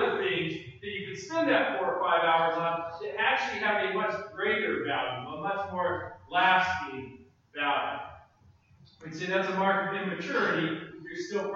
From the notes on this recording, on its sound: preached this sermon at Restoration Road Church in Wakefield, MA on Sunday, November 27.